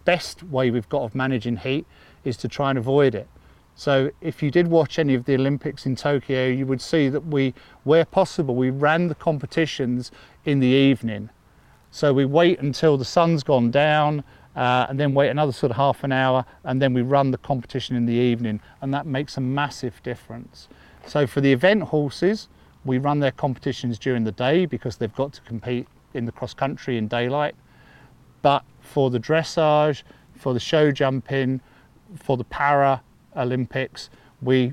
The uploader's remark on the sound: Talk at Mayfield School, Kent. This was recorded outside at the Mayfield School's Equestrian Centre, and you may hear some general yard noises in the background.